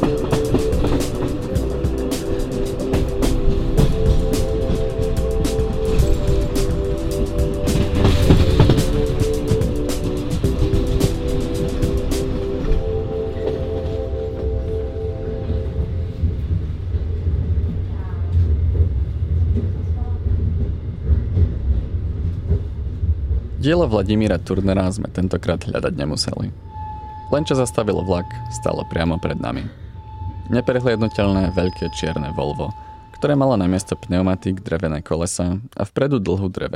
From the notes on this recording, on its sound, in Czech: Do této letní výletové epizody se propisuje i to, co je s cestou vlaky spojené - čekání, specifické zvuky i potkávání cizích lidí.